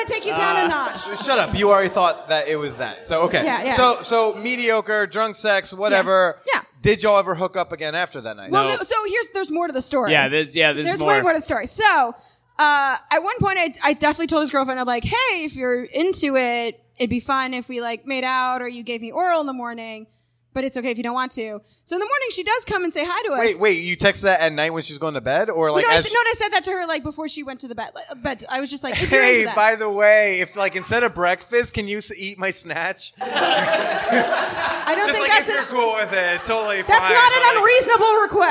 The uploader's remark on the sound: LIVE from Chicago. Recorded at North Bar on June 28, 2019.